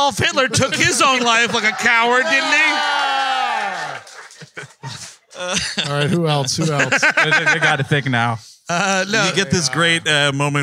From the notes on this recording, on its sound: Live in New Brunswick, NJ. Recorded 6.15.23 at the State Theatre NJ in New Brunswick, NJ. The gang was in Jersey doing the first-ever official WM live episode.